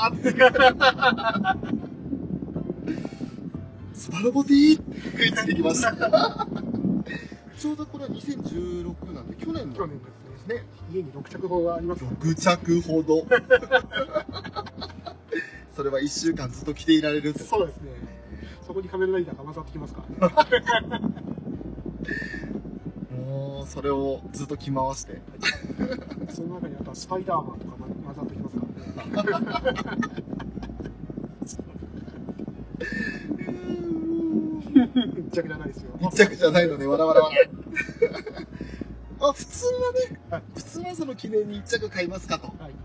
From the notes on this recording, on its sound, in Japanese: 環境音などの雑音がひどい録音状態です。